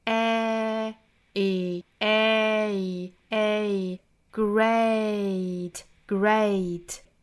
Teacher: 话 It takes a great deal ofbravery。那我们来看这个 great 这个单词，大家依然是不要发成了 great。那这三个词刚才讲到了是双元音 a，其实昨天我们就讲到双元音 a 了，那大家一定要注意它有一个滑动的 a，嘴型呢从上下的一指开口度到扁着的半指开口度